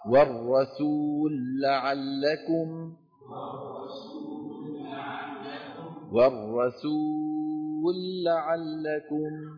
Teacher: نسكن اللام الأولى ونضغمها في اللام الثانية